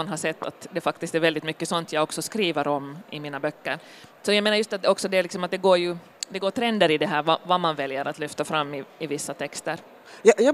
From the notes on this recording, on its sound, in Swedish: Satt på scen under bokmässan i Helsingfors (27.10 2018), Finland. En live-inbandning alltså.